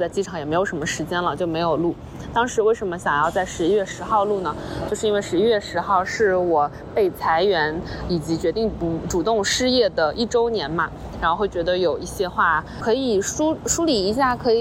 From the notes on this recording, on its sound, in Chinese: 这期是来自塞尔维亚首都贝尔格雷德街头的现场报道。